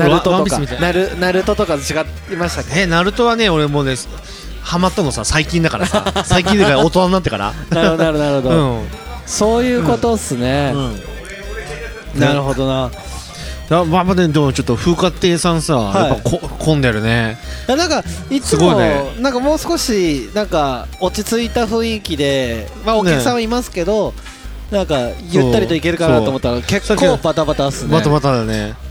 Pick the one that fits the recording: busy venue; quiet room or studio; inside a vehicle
busy venue